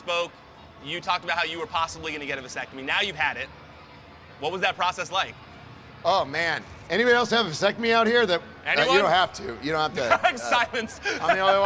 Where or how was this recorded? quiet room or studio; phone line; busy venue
busy venue